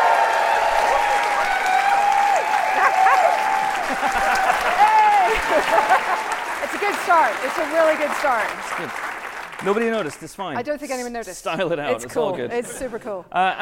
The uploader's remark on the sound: Live Special at the Glasgow Film Festival. The team journeyed North to bonnie Scotland to record live at the Glasgow Film Festival.